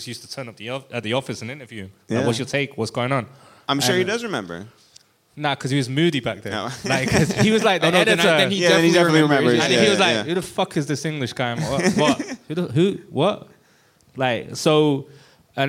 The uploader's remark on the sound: LIVE in London, England in front of a sold-out crowd at the Hoxton Sq. Bar & Kitchen.